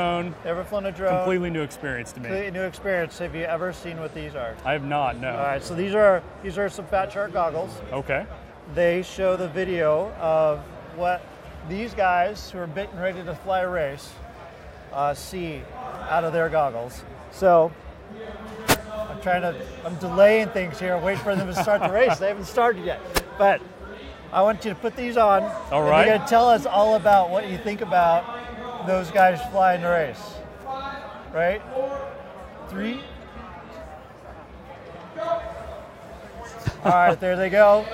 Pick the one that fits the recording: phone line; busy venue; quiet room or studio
busy venue